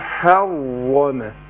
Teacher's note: عندنا الراء مفخمة ووقعت بين حرفين مرققين جميل فأنا لا تأثر الراء على الحاء ولا الحاء على الراء